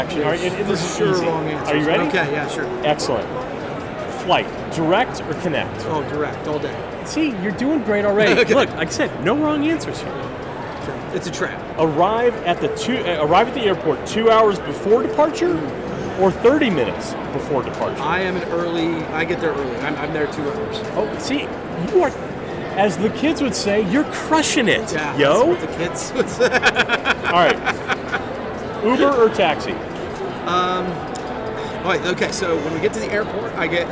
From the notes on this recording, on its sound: Live from PPAI Expo! Live from BamBams booth at the PPAI Expo in Las Vegas.